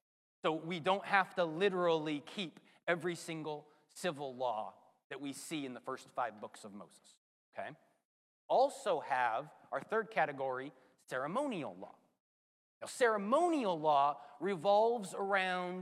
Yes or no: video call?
no